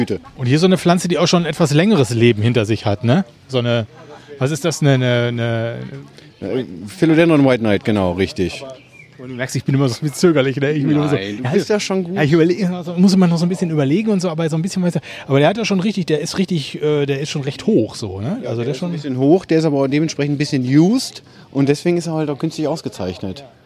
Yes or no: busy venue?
yes